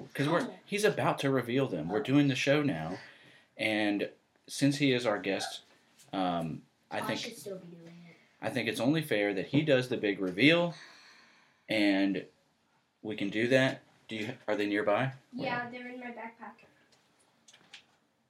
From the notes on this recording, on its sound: We had some technical difficulties during this recording. Microphones were not operating. All of the audio was recorded from one mic in the studio and it was not apparent during the recording session. Despite the audio quality, we hope you can enjoy it.